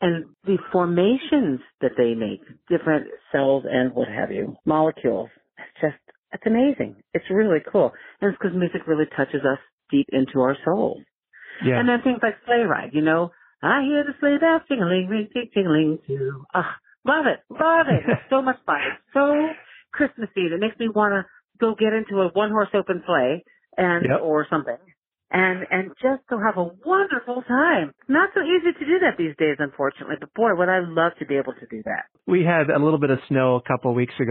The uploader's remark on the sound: I have a phone interview